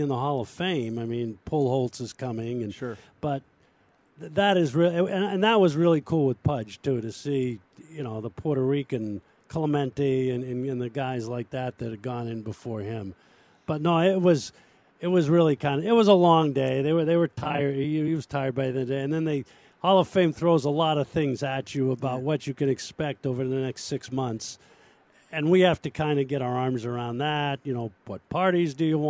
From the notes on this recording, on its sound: Top Sports Stories Live from Rangers Fan Fest at Globe Life Park.